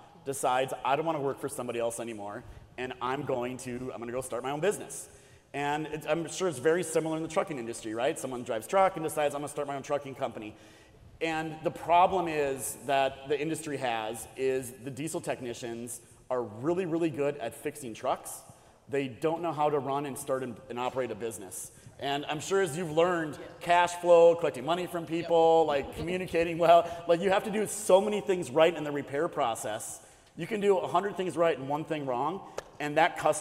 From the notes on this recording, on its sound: Live on location in Houston, TX at second annual Truck N' Hustle FreightFest we bring you a must watch panel.